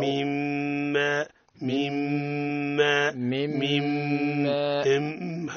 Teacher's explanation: الميم مشدة إظهار الغنة فيها